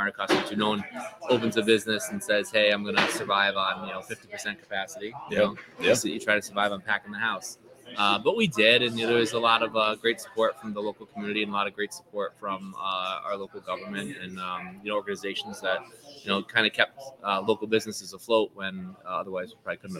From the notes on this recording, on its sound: LIVE from Kings Tavern in Saratoga Springs.